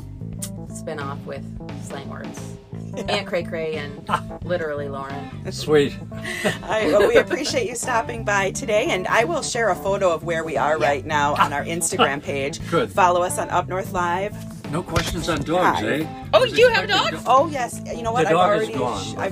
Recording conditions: inside a vehicle